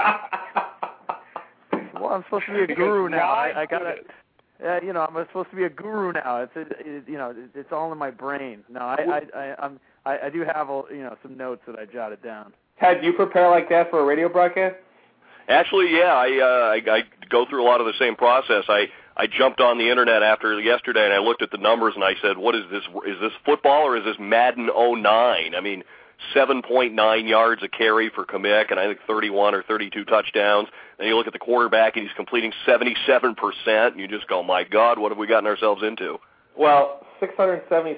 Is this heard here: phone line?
yes